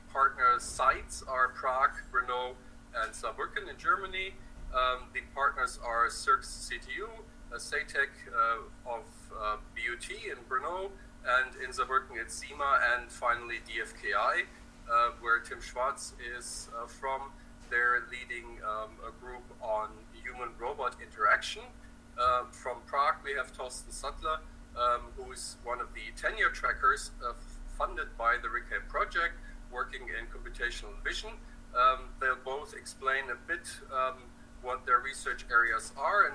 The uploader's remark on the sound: Test - sound recorded. Meeting sound - not clear.